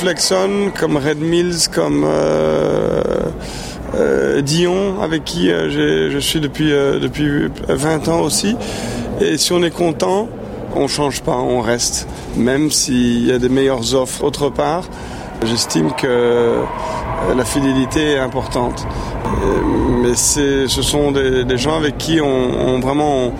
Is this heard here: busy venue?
yes